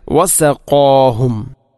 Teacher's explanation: വസഖാഹും വസഖാഹും, ഖാഫിനെ ഉച്ചരിക്കുമ്പോൾ വസഖാ ഖാ അല്പം കനപ്പിച്ച് ഉച്ചരിക്കണം. വസഖാഹും അല്ലാതെ വസഖാഹും അല്ലെങ്കിലോ വസഖാഹും എന്നോ അല്ല ഉച്ചരിക്കേണ്ടത്.